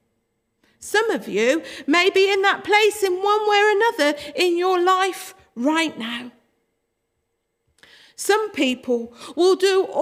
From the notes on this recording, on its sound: Worship from Morley Salvation Army, originally broadcast live in June 2021.